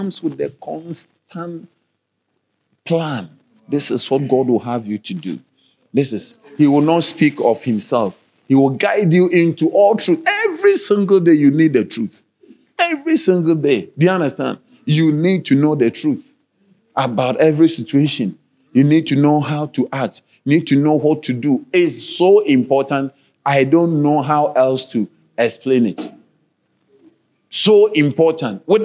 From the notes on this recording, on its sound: Sermon delivered on Sunday, December 3, 2023, at Strong Christian Church in Bellville, South Africa.